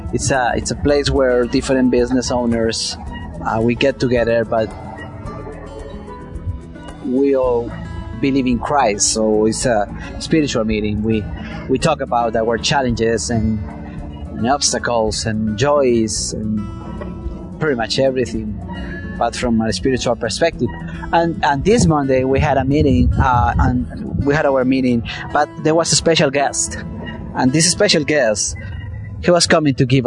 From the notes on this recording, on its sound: The audio was recorded outdoors so there is a certain level of noise